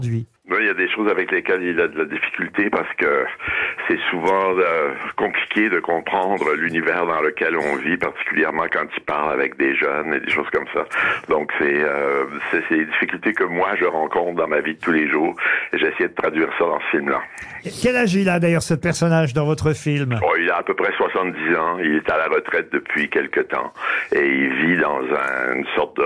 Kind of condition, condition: link, phone line